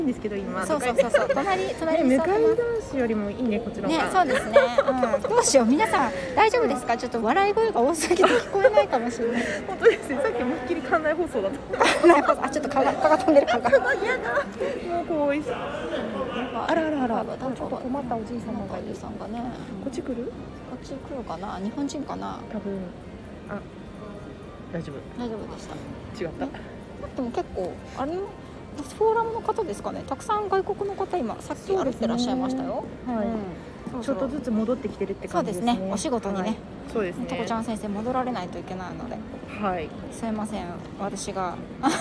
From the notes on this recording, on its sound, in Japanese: 笑い声がうるさくてすみません。